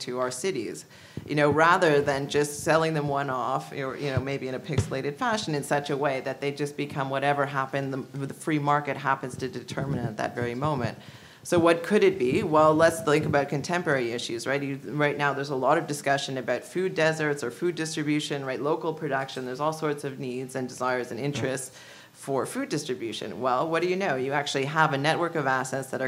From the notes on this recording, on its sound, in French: La série Échanges urbains est enregistrée devant public au Musée McCord.